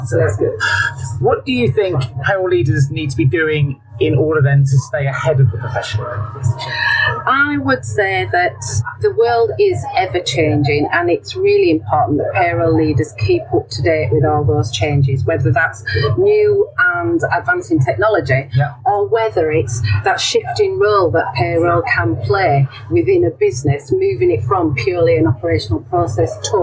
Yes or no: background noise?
yes